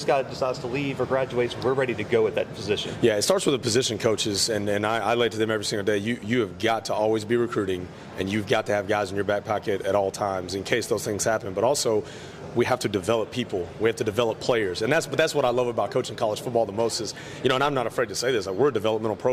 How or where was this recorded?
busy venue